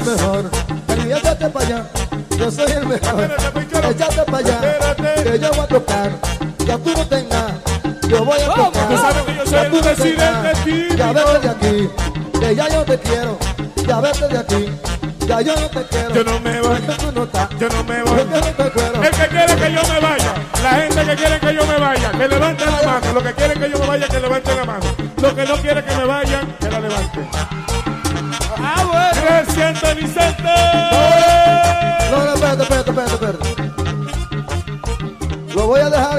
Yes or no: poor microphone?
no